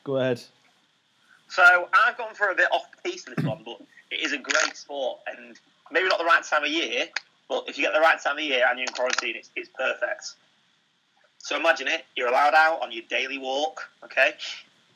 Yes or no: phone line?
yes